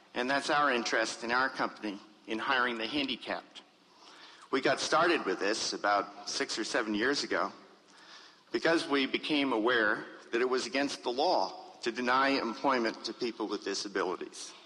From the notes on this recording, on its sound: In this address to the Academy of Achievement, recorded at the 1992 Summit in Las Vegas, Nevada.